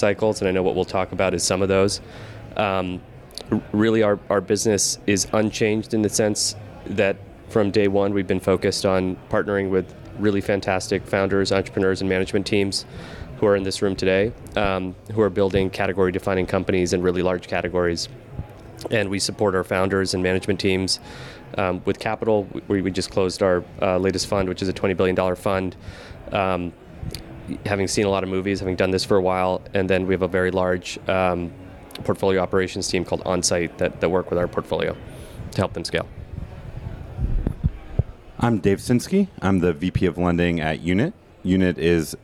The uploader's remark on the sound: Predictions for 2023: Live from Money20/20. In this live episode. In the spirit of Las Vegas and the game night event this was recorded.